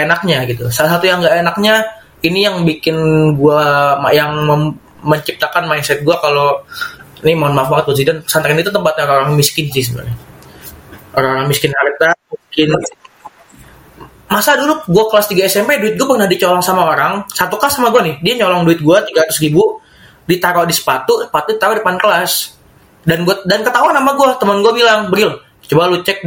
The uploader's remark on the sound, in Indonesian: mohon maaf atas gangguan audio